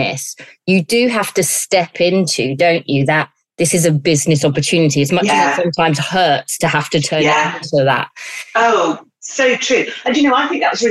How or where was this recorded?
video call